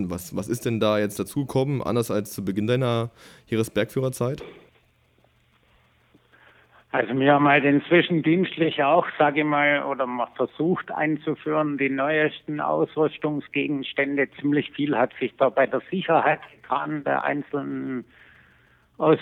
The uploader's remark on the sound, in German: spricht am Telefon einer von ihnen